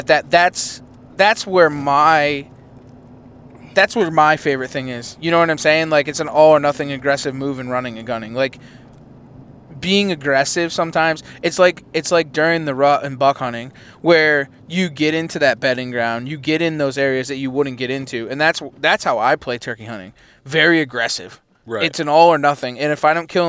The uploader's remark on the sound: We are in the truck driving home from roosting birds at night.